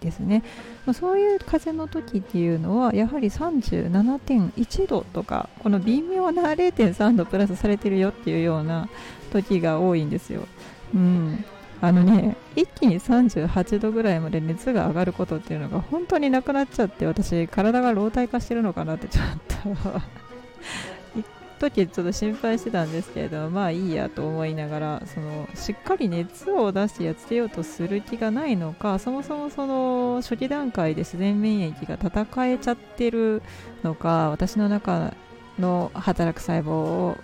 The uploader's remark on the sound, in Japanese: 外での収録少しマイクが近くてうるさくてすみません